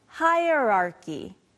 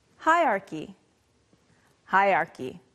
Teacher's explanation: However, most people say something like this, hierarchy, hierarchy. Sometimes the R kind of disappears · Shown in: second take